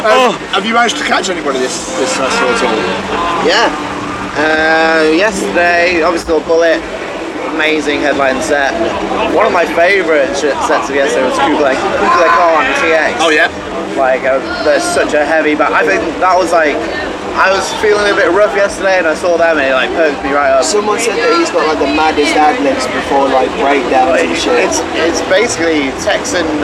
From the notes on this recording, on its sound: From our 'Live from 2000 Trees 2023' series. Due to the weather and outside noise the audio on this interview isn't the best.